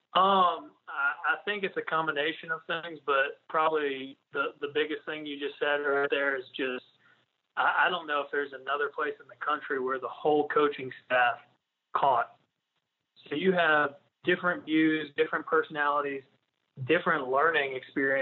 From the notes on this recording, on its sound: on the Modern Woodmen phone line